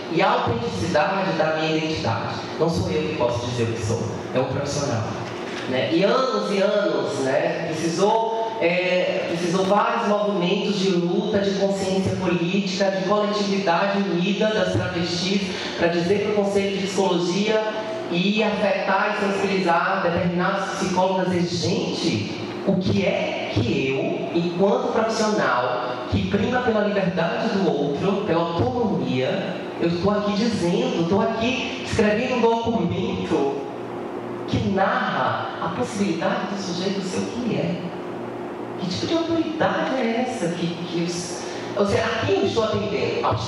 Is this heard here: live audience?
yes